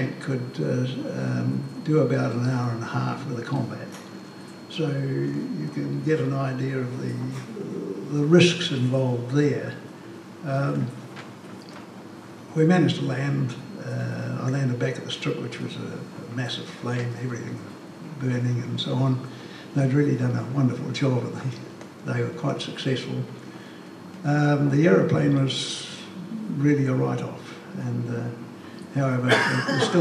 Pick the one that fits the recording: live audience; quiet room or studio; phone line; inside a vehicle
live audience